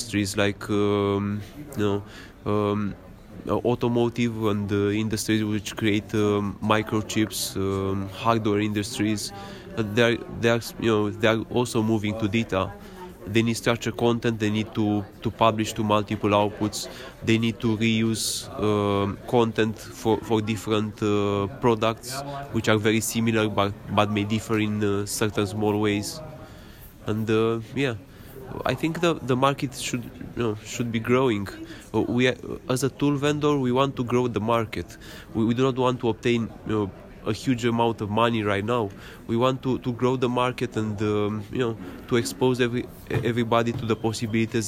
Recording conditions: busy venue